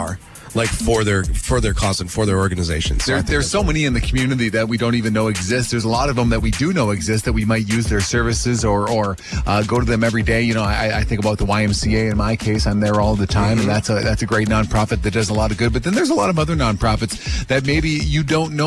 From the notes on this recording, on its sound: LIVE from Give Big Green Bay at JTV!